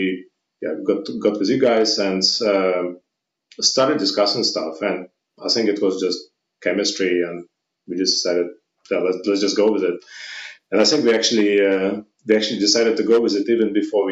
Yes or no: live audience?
no